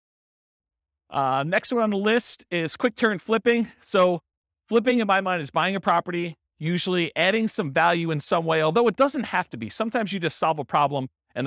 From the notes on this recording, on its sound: This was a live class recorded